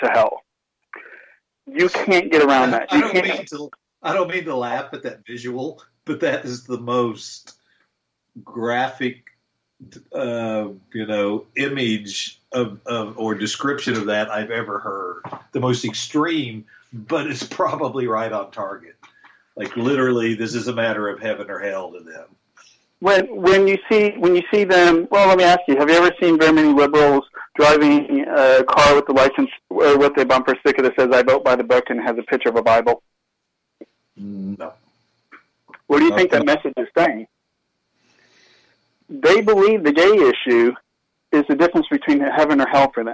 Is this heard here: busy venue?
no